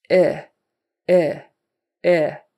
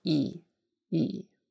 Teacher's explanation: I mean, the mouth shape is not that different, and that's probably why it's confusing. What is different is that tenseness in your tongue and in your muscles here. · Shown in: second take · Term: long E sound